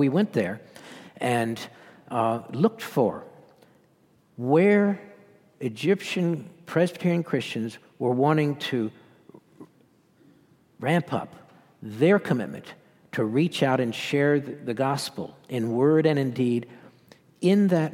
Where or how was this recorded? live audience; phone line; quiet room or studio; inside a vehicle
live audience